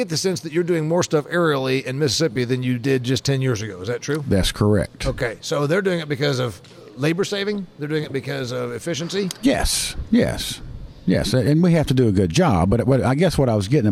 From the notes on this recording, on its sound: I taped this episode from the National Ag Aviation Association convention and trade show.